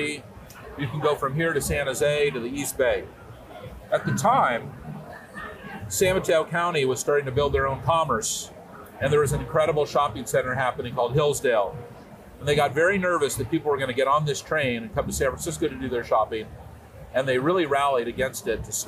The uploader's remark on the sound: A special episode at Dreamforce, the software and cloud giant's annual technology conference in San Francisco. This year's Dreamforce attracted 40,000 attendees.